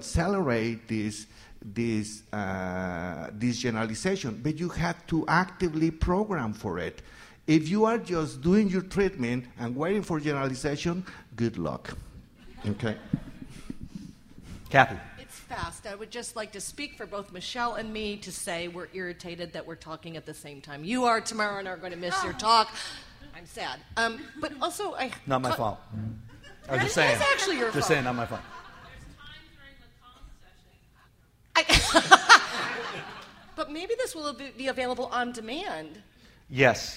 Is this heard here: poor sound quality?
no